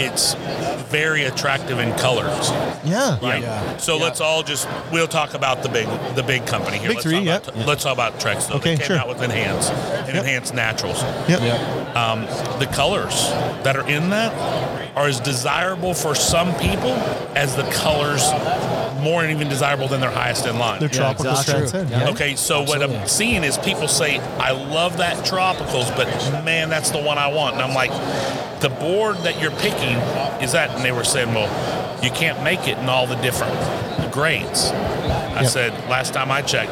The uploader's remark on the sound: Live From Deck Expo 2019. Live from Louisville, Kentucky at Deck Expo 2019.